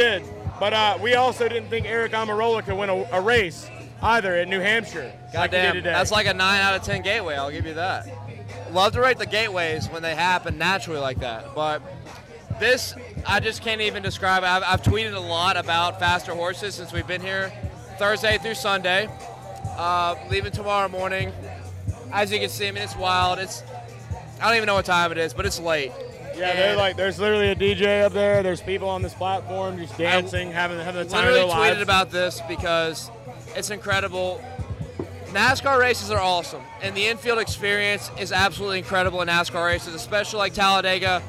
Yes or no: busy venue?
yes